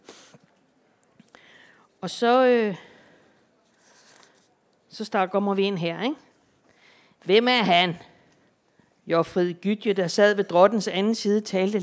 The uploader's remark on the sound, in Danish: Podcasten fungerer også som en Q&A, hvor en aktiv og interesseret skoleklasse spørger ind